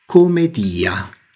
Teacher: Il titolo originale era Commedia, con una sola M e probabilmente pronunciata con un accento tonico sulla I.